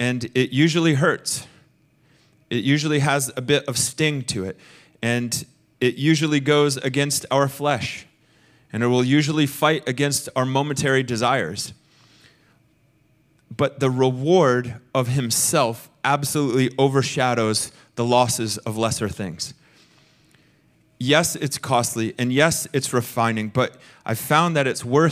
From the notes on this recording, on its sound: Recorded sunday evening service at Reunion Hawaii